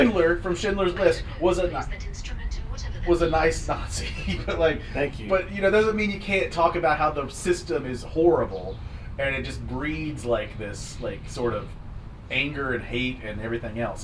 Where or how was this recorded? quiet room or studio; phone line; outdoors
outdoors